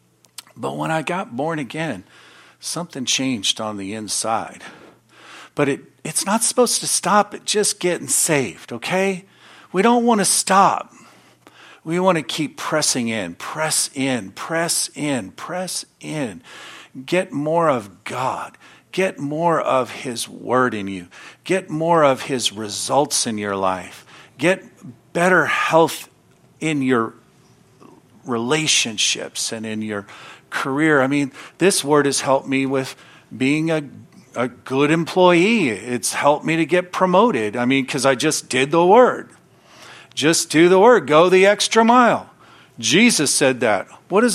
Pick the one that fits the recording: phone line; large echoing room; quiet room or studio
large echoing room